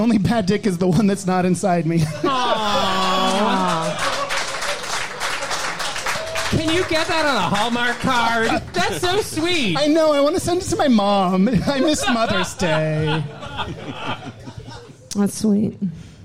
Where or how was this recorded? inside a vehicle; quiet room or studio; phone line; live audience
live audience